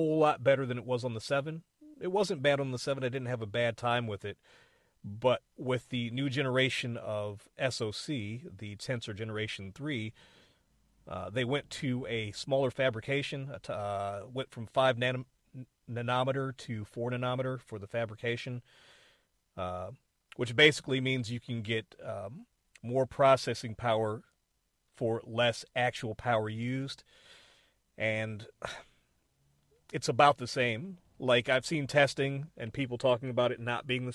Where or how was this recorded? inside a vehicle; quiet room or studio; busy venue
inside a vehicle